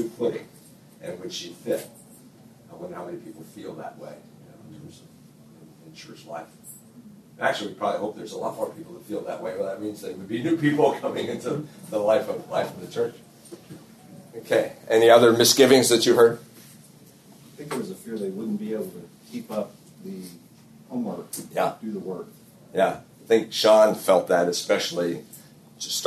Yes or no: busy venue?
yes